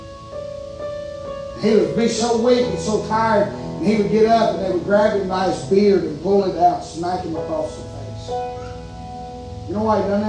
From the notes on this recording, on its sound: preaching live from Still Water Baptist Church